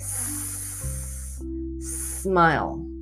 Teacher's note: 声帯振動なく息の音にして · Term: S の音